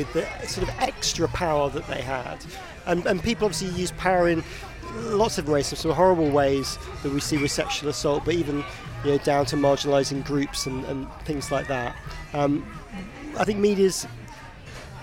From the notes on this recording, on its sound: A special LIVE edition recorded from the rooftop of The Broadcaster at the Television Centre.